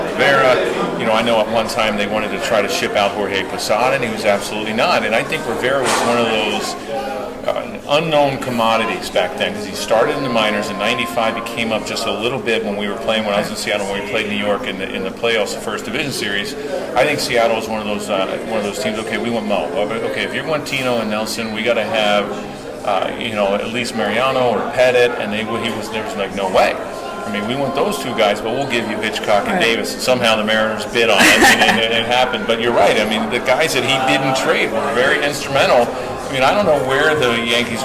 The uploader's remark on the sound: A Mint Pros Stadium Suite Event